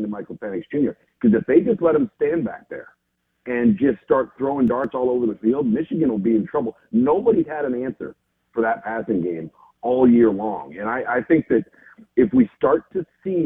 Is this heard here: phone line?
yes